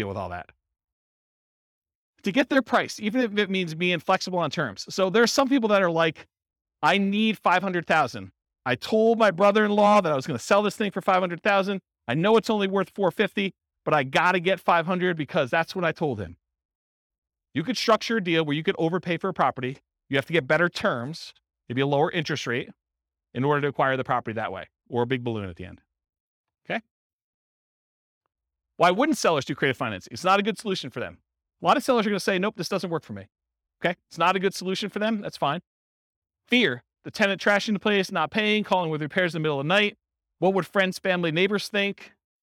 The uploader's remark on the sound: In Pasadena, California. This was a live class recorded to give investors a solid qualitative overview of all the different real estate investing strategies.